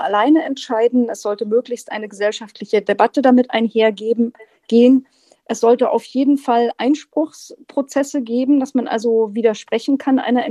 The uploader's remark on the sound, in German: aufgezeichnet wurde diese Episode auf dem neuen sozialen Netzwerk "Clubhouse"